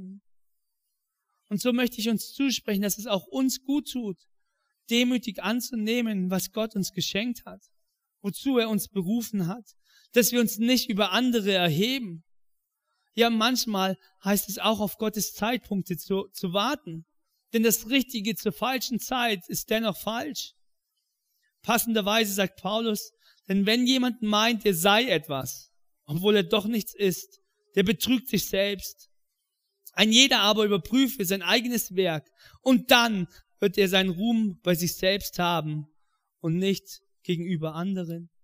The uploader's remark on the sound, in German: in der Life Church Ansbach